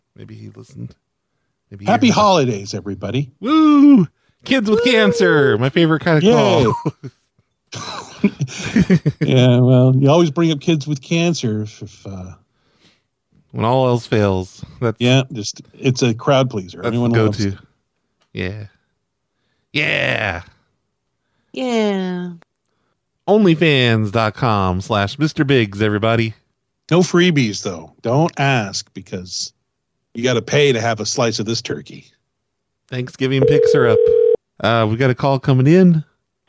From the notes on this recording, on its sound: 24 hours of live prank calls